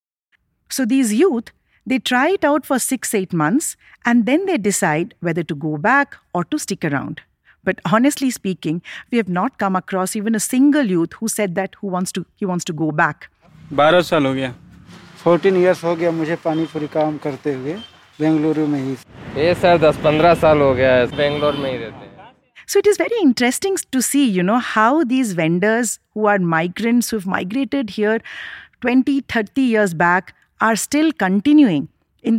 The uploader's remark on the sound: All original sound effects recorded at the streets of HSR layout, Bengaluru.